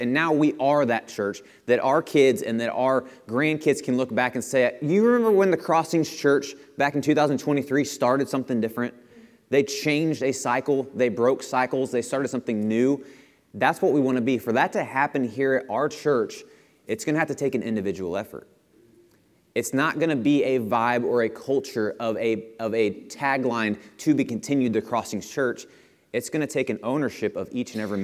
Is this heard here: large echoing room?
yes